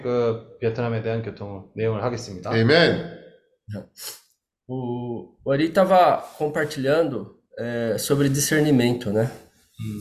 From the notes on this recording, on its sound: Zoom meeting.